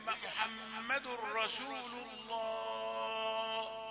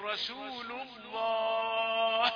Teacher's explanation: يبين الهاء لأن الهاء حرف ضعيف يقوى بالنفس · Shown in: second take · حرف الهاء حرف ضعيف ما كنتش تقويه يضيع منك خصوصا لما